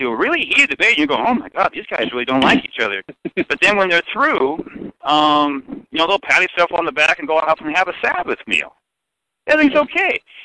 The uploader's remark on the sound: This call was recorded.